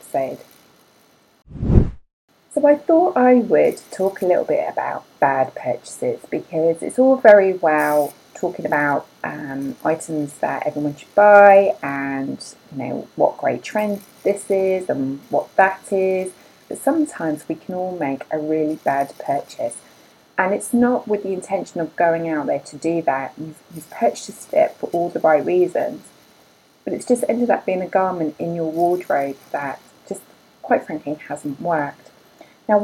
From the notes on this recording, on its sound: There is some glitches with the audio, apologies I was not aware until editing, I believe it the fan of the computer, and it's not something I could remove or reduce.